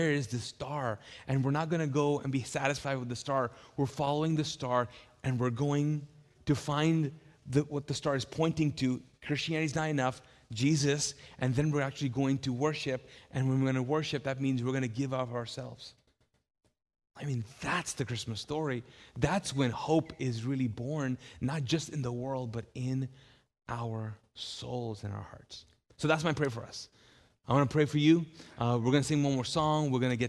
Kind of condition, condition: setting, large echoing room